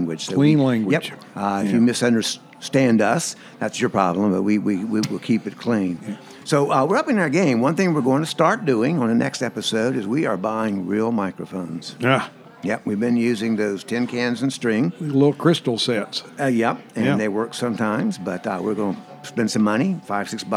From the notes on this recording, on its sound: This episode was recorded at Saluda Outfitters in Saluda, North Carolina – the home of Green River Eddy’s Tap Room.